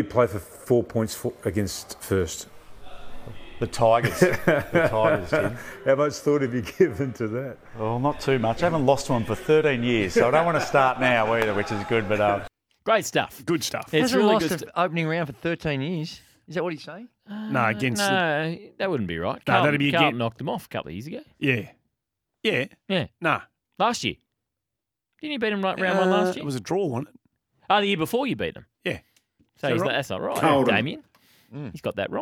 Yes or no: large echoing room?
no